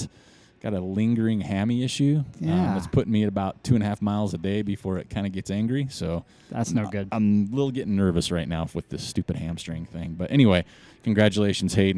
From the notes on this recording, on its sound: We went on location to Roosters Brewing Company in Ogden, Utah (again).